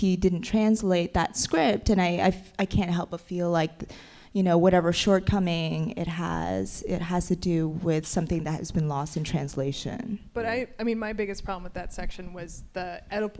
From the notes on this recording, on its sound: A New York Film Festival Live talk, recorded October 9th